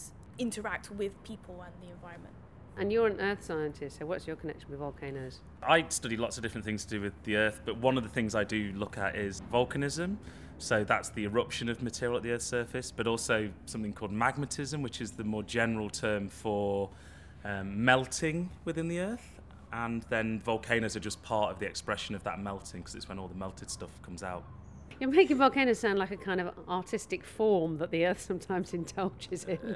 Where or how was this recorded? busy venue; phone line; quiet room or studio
busy venue